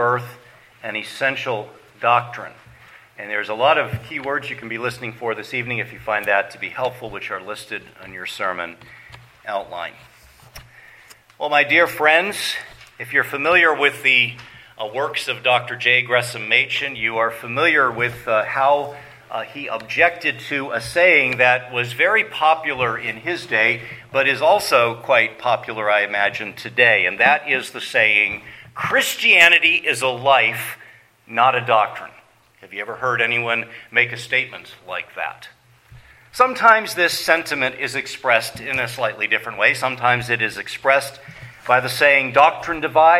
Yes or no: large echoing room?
yes